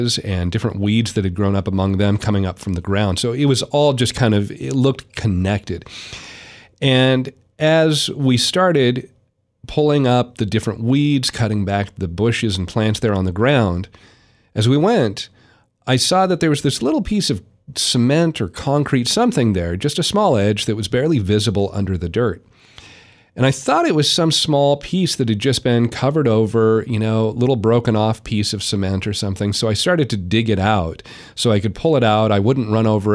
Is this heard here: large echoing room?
no